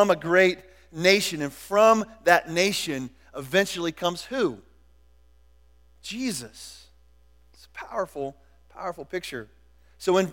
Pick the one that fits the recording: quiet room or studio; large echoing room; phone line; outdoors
large echoing room